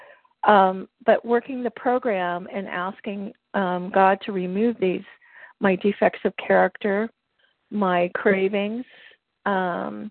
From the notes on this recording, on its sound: qualification from the 100 Pounders Phone Meeting